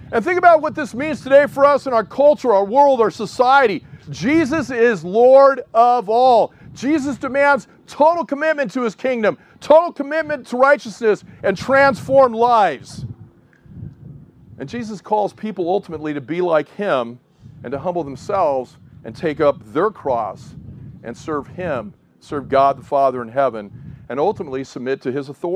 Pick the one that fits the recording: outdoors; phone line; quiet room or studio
outdoors